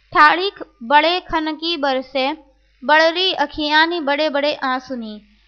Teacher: यहाँ सवैये की इस अंतिम पंक्ति में मूर्धन्य ध्वनियों ठ ड ढ की 6 बार आवृत्ति हुई है